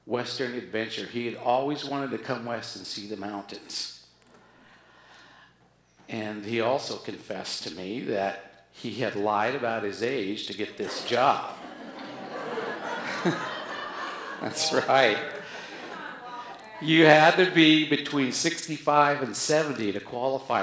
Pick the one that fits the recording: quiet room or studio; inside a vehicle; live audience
live audience